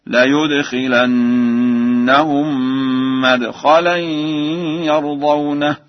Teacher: قرأ ورش مدخلا بفتح الميم